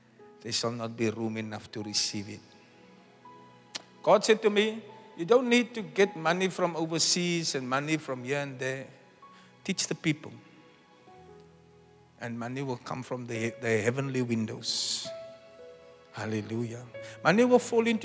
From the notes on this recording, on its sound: Preached at the Zion sanctuary, Cape Town on the 23 April 2023